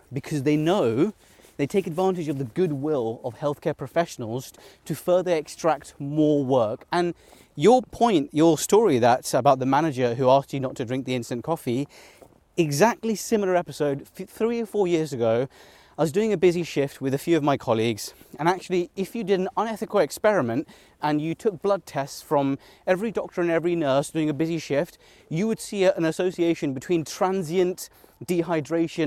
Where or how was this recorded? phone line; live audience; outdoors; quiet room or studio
outdoors